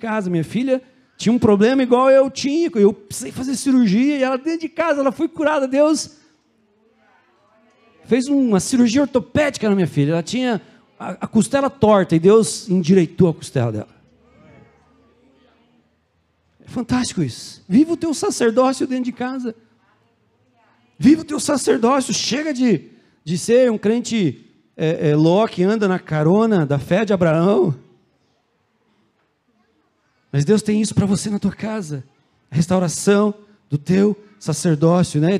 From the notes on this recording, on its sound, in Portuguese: Culto de Celebração. Na Igreja ABA Curitiba (Transmitido ao vivo).